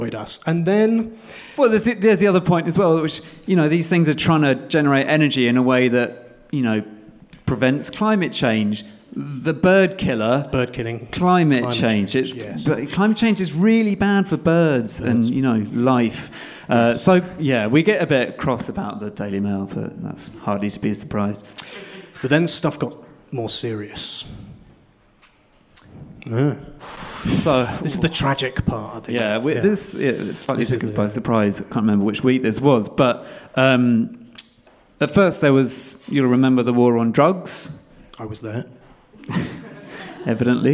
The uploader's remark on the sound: This week's episode is the second act of our Tragic Summer live show which took place at the Hackney Attic on June 6th